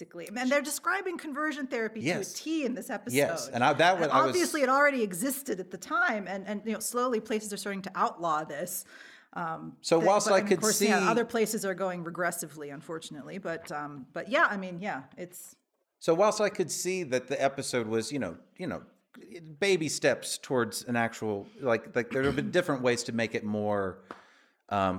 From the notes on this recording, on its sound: Q&A with LIVE AUDIENCE. This episode was recorded with a live audience from Bilkent Think Colorfully, Bilkent Wizards, and Bilkent Cinema Society.